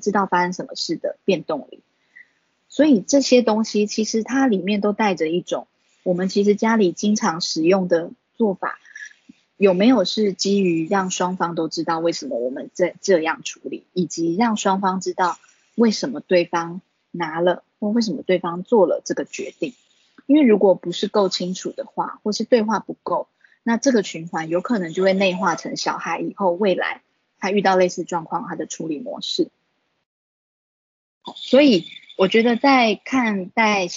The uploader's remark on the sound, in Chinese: 此為線上課程錄音檔！